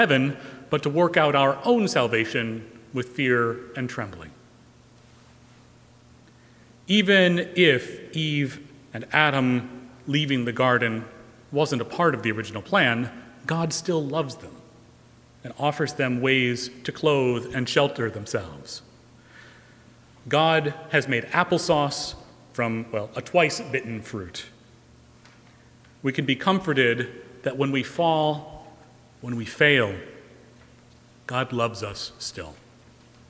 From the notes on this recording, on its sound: Recorded live March 1, 2020 at Trinity Presbyterian Church in Bixby, Okla.